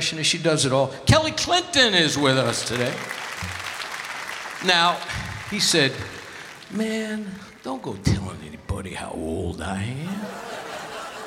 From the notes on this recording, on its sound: Live at the South Point Casino